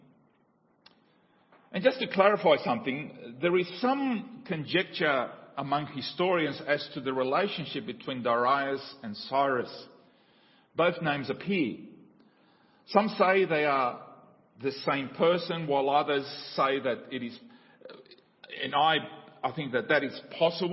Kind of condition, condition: setting, large echoing room